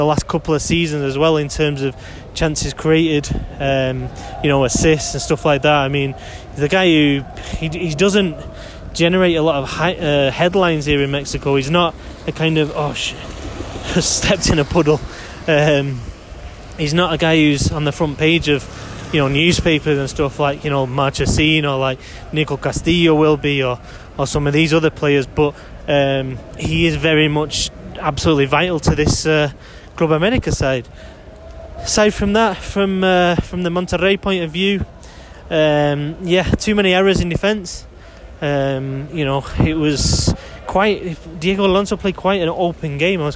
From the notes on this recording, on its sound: from outside the Azteca